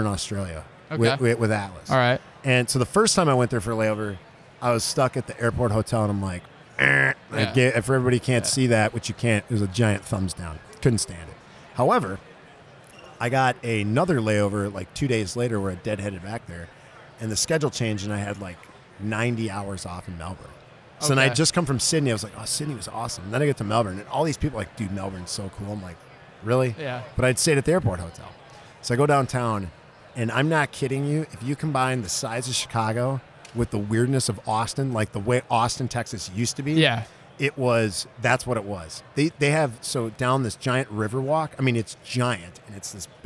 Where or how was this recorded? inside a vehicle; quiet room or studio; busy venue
busy venue